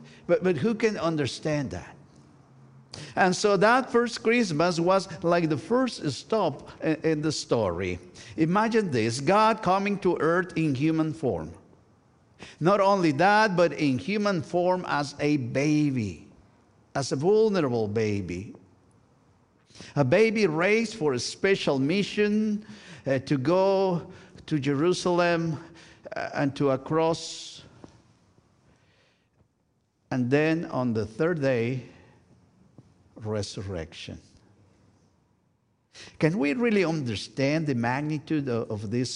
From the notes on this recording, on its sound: Sunday worship service of First United Methodist Church of Pacoima, recorded live on December 24, 2023. We are located at 12550 Van Nuys Blvd.